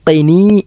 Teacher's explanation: ഖി എന്നത് ഖാഫ് അണ്ണാക്കിൽ സ്പർശിച്ചുകൊണ്ട് ഉച്ചരിക്കേണ്ട അക്ഷരമാണ് ഖി